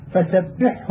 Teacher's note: يجب أن يتحفظ القارئ ببيان الحاء الساكنة إذا أتت بعدها الهاء لئلا تندغم الهاء فيها لقرب المخرجين